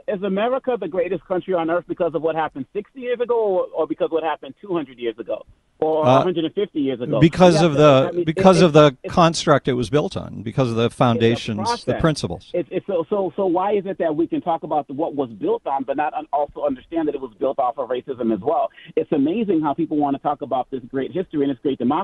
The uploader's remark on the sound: Then we take phone calls.